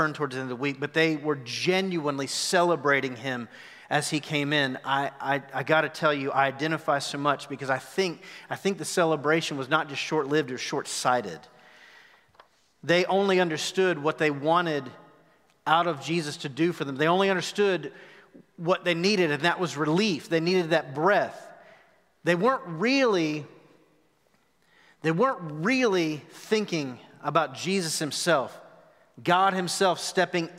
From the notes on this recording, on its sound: Recorded live at The Fellowship at Two Rivers on March 28, 2021.